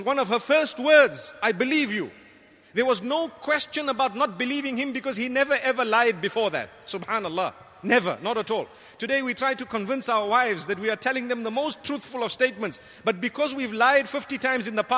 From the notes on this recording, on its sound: Delivered at Tuanku Mizan Zainal Abidin Musjid.